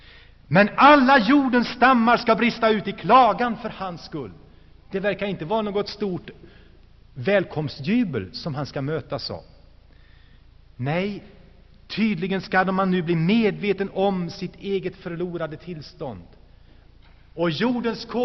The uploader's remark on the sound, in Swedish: Inspelad i Saronkyrkan, Gšteborg.